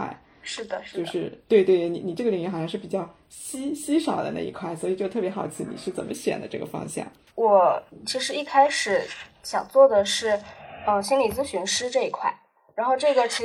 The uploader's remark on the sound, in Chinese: 本期为远程录制，音质没那么好且有少许环境音